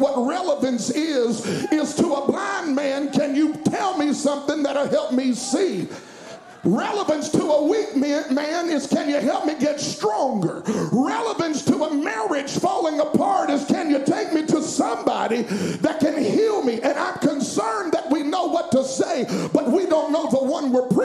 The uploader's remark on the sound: at Impact Youth Conference 2022